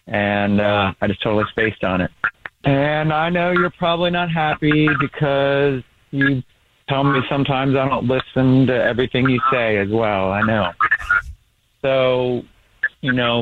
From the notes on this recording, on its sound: We have a listener who is on the phone